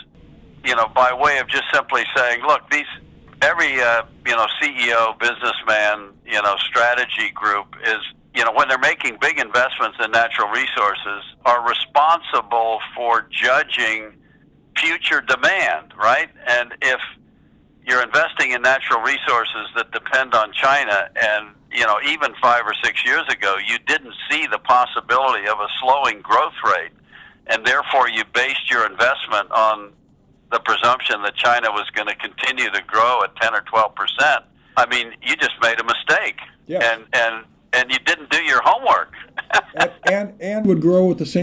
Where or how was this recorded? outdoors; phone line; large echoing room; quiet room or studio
phone line